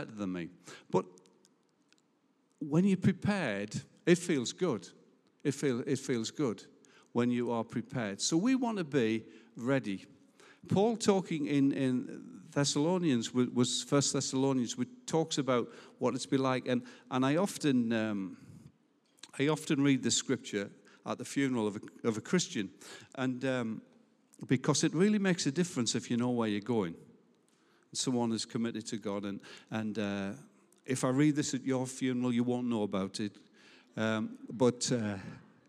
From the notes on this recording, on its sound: Recorded live at Life Church Lancashire 11th July 2021.